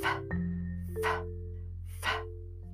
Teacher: power and the confidence to be you.あ、むしろどんな経験をしてもその経験を自分のパワーとかその自信にするそういうことの方がもしかすると大事なことなのかもしれません。最後に発音のコーナーです、えー、今日の発音は F の音です、えー、先ほどのヨギティとメッセージに出てきました confidence 自信という単語なんですけれども confidence の中に出てくる F の音ですね F は声帯振動がありませんなので息の音ですそして下唇を上の歯で弾いてください息をたっぷり出して